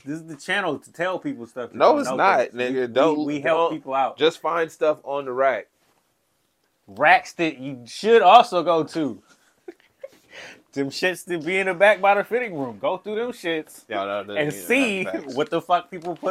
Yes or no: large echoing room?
no